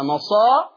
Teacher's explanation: بعد راء. يبقى ورش هيقلل هذه الالف قولا واحدا · Term: تقليل